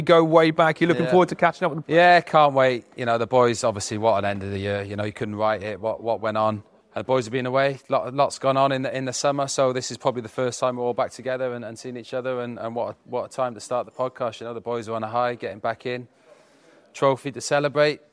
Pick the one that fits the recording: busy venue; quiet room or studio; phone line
busy venue